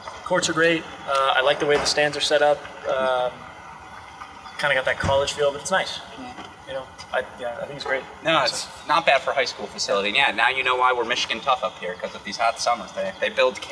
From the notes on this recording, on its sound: live from the Cranbrook Tennis Classic